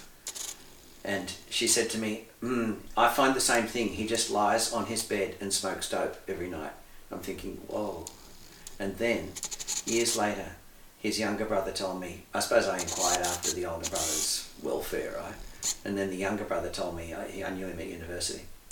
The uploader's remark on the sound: Please bear with us as we had some technical difficulties in recording this episode, and so the audio during the interview isn't the best.